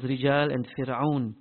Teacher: the Ra is recited with tarqiq, with an empty, flat, open sound. And it's clear that the Ra with a kasra is empty, the Ra with sukoon following kasra is empty, etc.